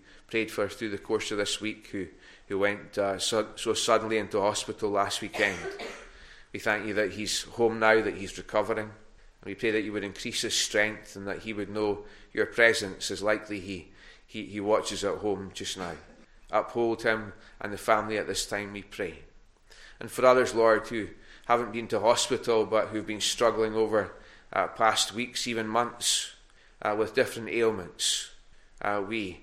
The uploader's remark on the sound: Recorded at North Harris Free Church on Sunday morning 28 November 2021.